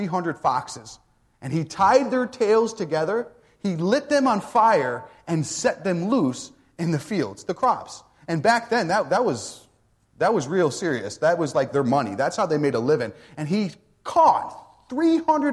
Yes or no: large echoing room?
yes